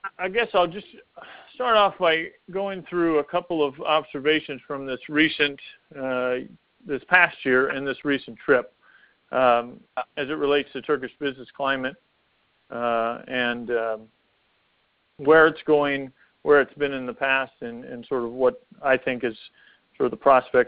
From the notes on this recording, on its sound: During this teleconference